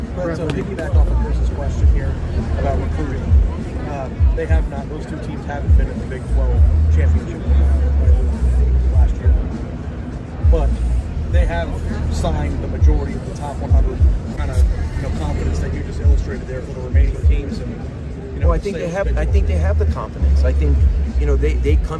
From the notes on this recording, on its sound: At the podium during Big 12 Media Days, he was asked some questions from national media about his conference.